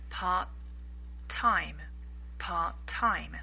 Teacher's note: It's as if the first T is missing.